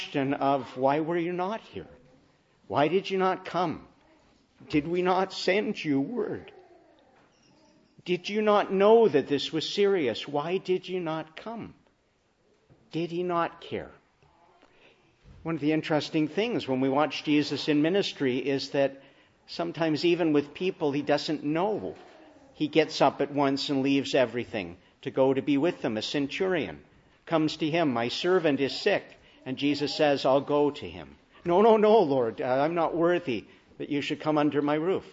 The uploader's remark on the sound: Morning Service. Preached in the Annunciation of the Blessed Virgin Mary on Passion Sunday (Lent 5).